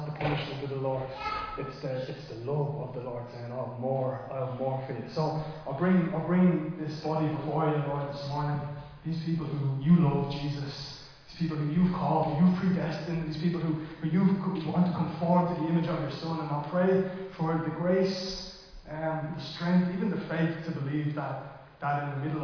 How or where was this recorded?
large echoing room